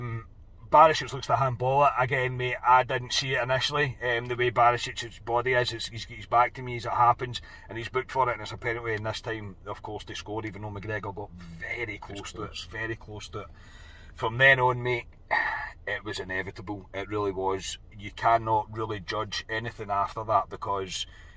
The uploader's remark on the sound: From the car after leaving Ibrox.